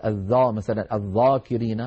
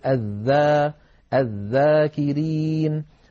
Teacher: والذال حرف مستفل، لأنها ليست من حروف خص ضغط قض، فلا استعلاء ولا تفخيم في الذال · Shown in: second take